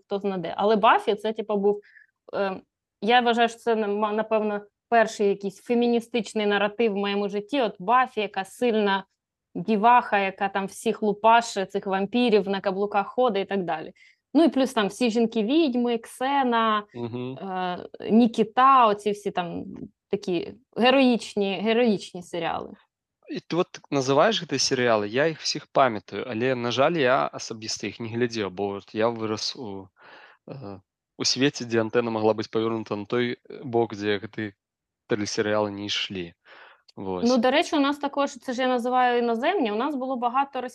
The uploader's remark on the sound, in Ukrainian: ми сидимо в ЗУМ і записуємо подкаст